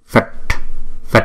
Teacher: Chữ T chúng ta để cong lưỡi búng ra